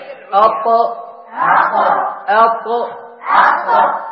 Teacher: تخرج هذه الثلاث الأحرف من طرف اللسان مع أصول الثنايا العليا